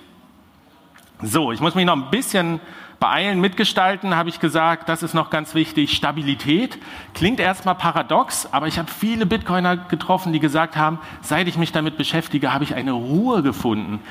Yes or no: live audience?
yes